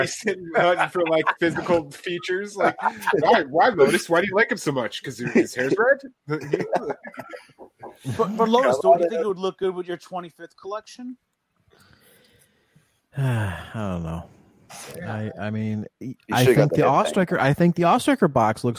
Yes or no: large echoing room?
no